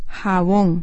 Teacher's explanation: La mayor fuerza de voz o acento fonético se centra en la sílaba bon.